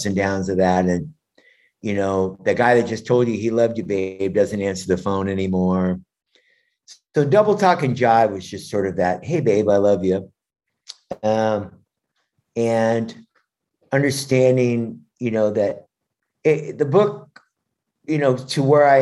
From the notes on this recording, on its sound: to the Zoom Room